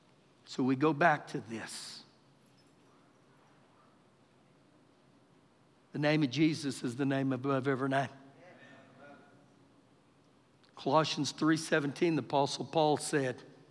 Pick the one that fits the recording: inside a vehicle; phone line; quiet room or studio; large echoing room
large echoing room